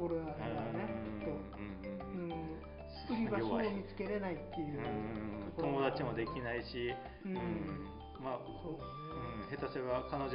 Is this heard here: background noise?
yes